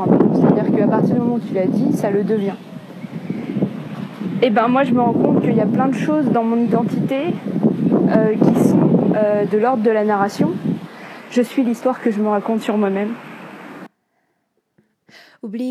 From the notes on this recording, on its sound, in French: La fin du podcast a été enregistrée dans le vent dehors